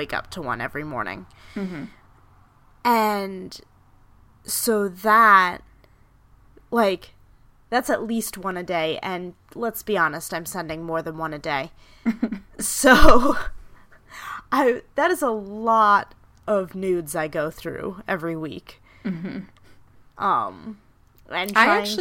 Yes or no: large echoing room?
no